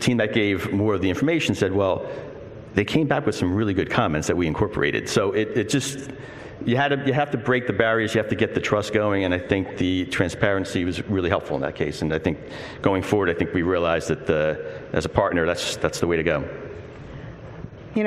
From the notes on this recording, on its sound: First recorded at the 2019 PODD: Partnership Opportunities in Drug Delivery conference.